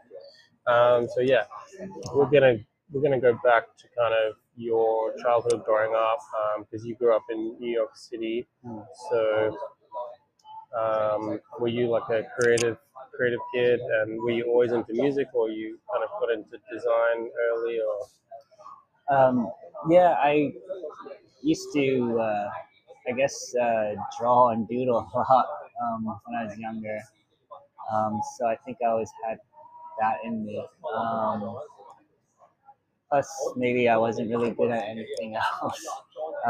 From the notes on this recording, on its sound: We recorded this in a coffee shop so I hope the audio is ok.